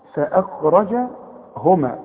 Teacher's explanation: الراء بقى هي المفخمه بقى، والخاء برضه مفخمه